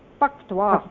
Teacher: चोः कुः इति सूत्रेण चकारस्य स्थाने ककारः आयाति, क्त्वा प्रत्ययस्य ककारः इति संज्ञकः भूत्वा त्वा एव तिष्ठति, पक्त्वा।